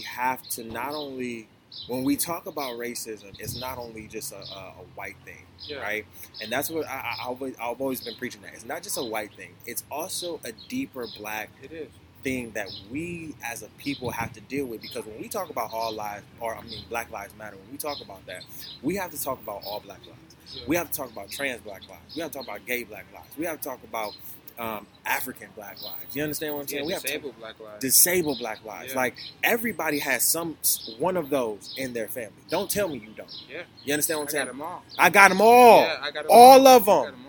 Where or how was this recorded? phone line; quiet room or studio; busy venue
busy venue